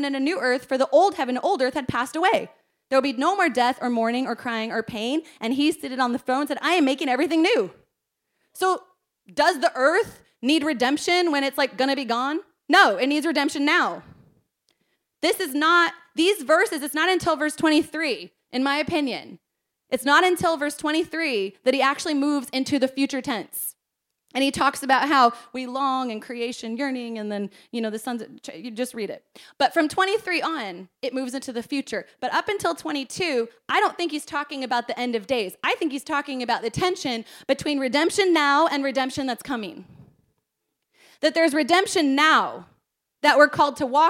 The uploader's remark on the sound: This message was preached at our Combined Service